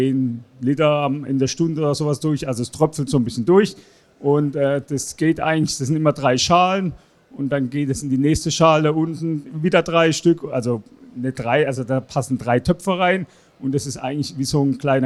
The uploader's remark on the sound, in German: Live Präsentation auf der Interzoo 2022. Am Stand 311 der ideellen und fachlichen Träger der Interzoo ZZF e. In Halle 4 verfolgt und im Nachgang direkt ein Interview mit ihm aufgenommen.